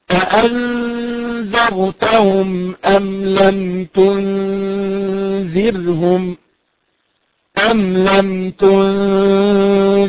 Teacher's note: النون الساكنة بعد حرف الذال حكمها الإخفاء الحقيقي. والإخفاء يكون معه غنة بمقدار حركتين. فانتبه انت بعد الغنة في أأنذرتهم.